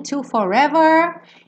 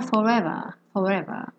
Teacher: Então, com a língua bem enroladinha, to forever. E nessa pronúncia menos comum nos Estados Unidos e bem comum na Inglaterra, forever, forever.